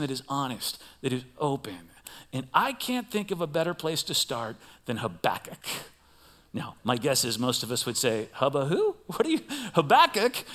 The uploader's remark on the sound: Recorded live at CrossWinds Church on October 15th , 2023.